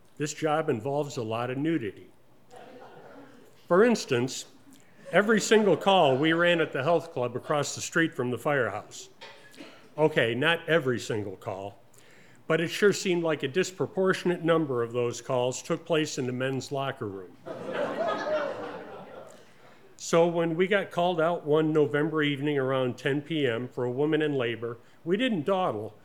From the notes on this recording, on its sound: Presented as a live event in Asheboro, NC, which is then edited for broadcast. This episode was recorded live in the taproom at Four Saints Brewing Company.